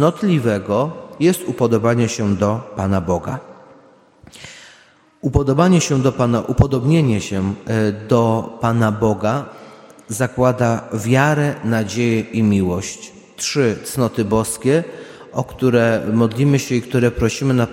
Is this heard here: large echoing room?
yes